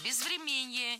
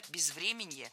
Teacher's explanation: Ударение в этом слове падает на корень врем. · Shown in: second take